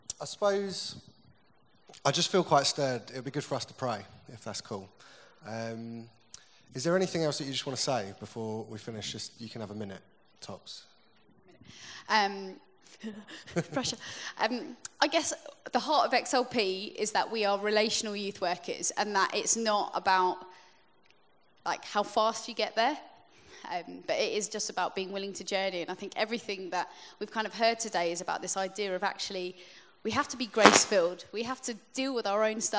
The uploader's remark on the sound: Recorded at the 2018 Newday Youth Worker's Weekend